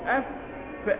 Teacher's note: يعني الحرف المهموس عندما أقول أف هكذا، الصوت ده يعني جريان النفس ده اسمه همس